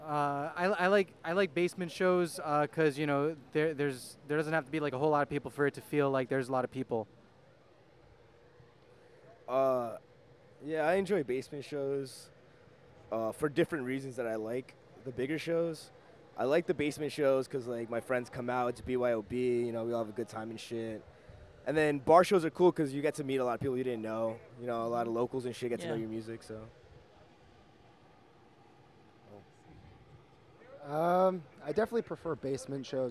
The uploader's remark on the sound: we went to Clash Bar in Clifton, NJ